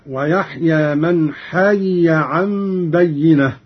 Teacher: قرأ قالون بفك الإدغام هكذا: ويحيى من حي عن بينة. ياء مكسورة ثم ياء مفتوحة